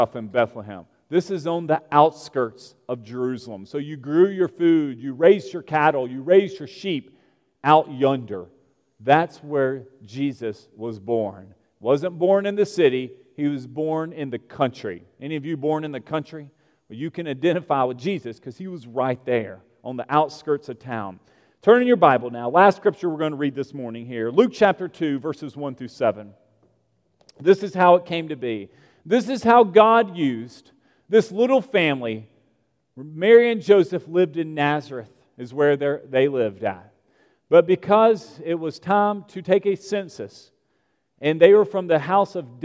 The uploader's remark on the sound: at Broadway Baptist Church, Lexington, Kentucky